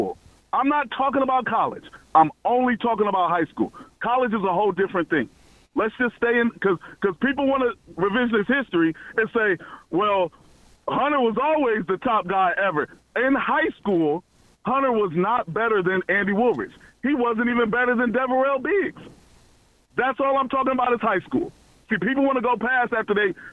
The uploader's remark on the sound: take a phone call